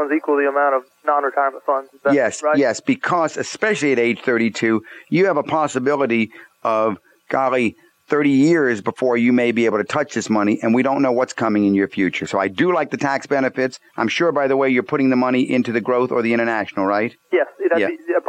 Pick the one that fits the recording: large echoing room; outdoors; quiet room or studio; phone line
phone line